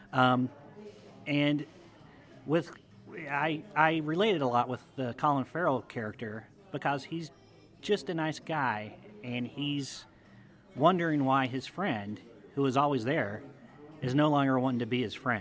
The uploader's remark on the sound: Heads to a local Irish pub. This episode was recorded in front of a live audience.